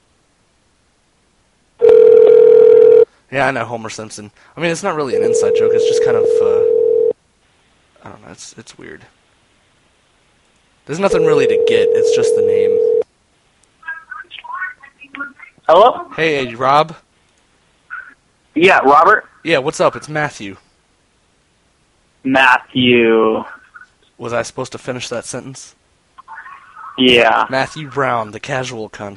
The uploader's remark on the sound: RBCP's Personal Prank Phone Calls Collection